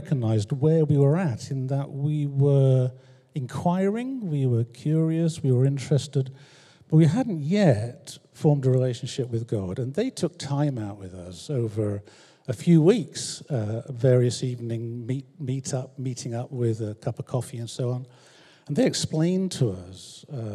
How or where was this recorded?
large echoing room